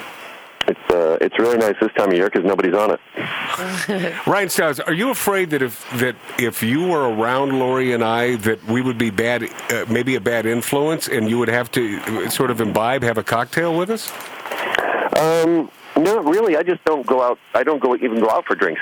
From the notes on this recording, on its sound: Enjoy this surprise phone call from one of the funniest guys in the business.